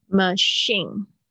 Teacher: 你要注意一下你的那个 ch 的声音，这边是 sh 的声音，跟我们那个 pressure 那个 sh 是一样的声音。